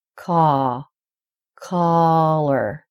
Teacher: The only difference in these two words is that vowel sound in the stressed syllable. And in collar, the one that's like part of your shirt, it's the ah vowel, like in father. · IPA: [ɑ]